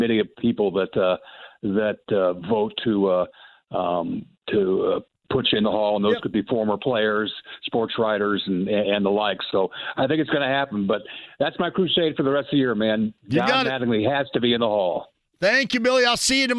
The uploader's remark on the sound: opens the phone lines up and takes some calls from listeners